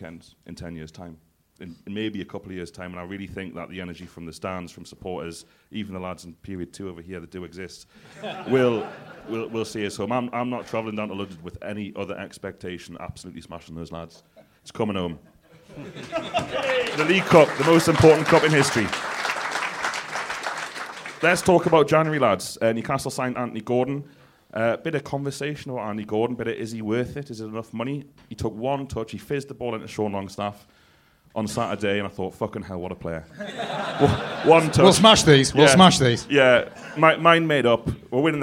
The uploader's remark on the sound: The True Faith Podcast was recorded to an audience at the Stand Comedy in Newcastle on Tuesday 7th of Feb.